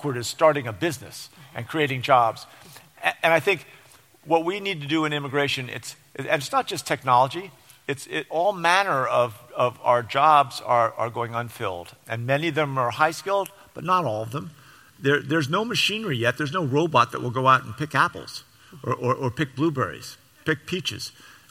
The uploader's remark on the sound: LIVE at the Flynn